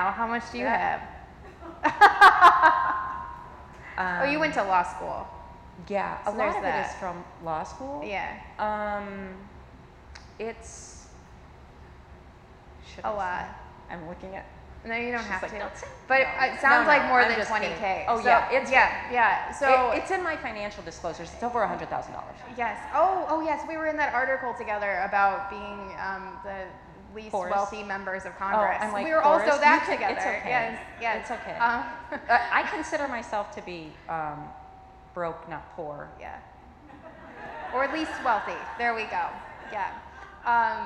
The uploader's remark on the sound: The very first live episode of Broadband Conversations. Sat down with a live audience.